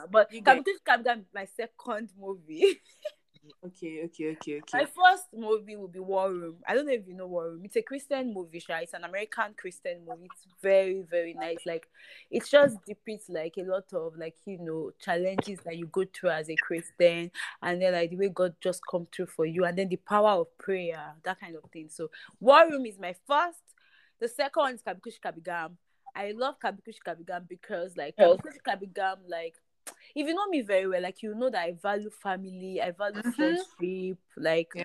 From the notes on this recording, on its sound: we apologize for the glitching please bear with us.